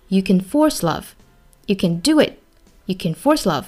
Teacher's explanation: 一般来说这个 can 是读得非常弱的 · Term: 弱读